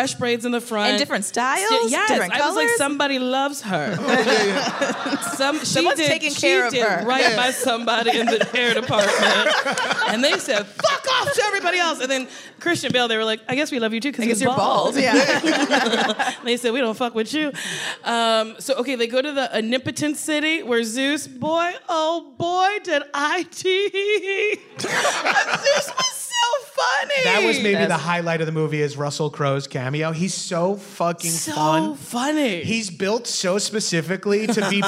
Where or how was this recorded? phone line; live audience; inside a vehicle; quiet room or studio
live audience